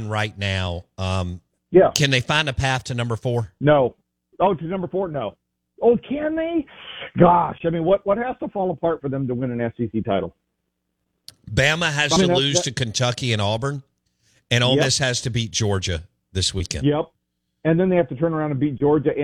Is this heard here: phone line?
yes